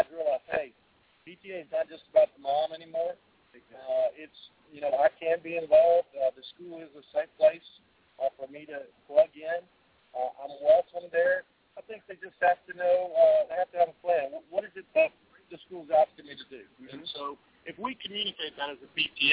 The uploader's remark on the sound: Live From National PTA Convention. Live daily updates from the National PTA Convention in Austin, Texas.